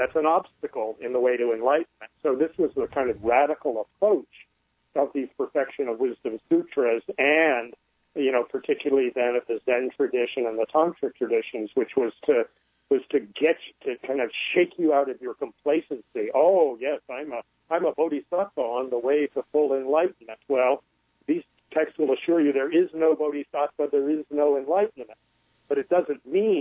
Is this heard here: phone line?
yes